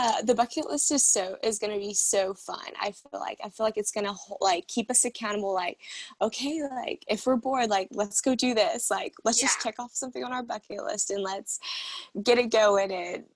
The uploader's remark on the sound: catch up with each other 200 miles apart on their first ever zoom podcast